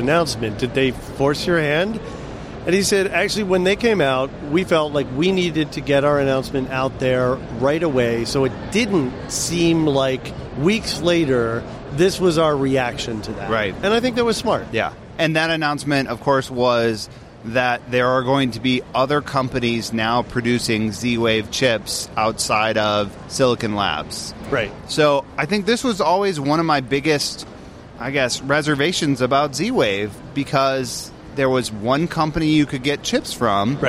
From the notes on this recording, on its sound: Talk live from the show floor at CES 2020.